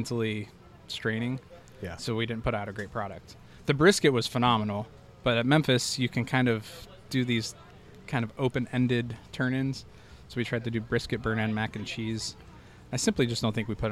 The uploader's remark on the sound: Live From The Primo BBQ Bash.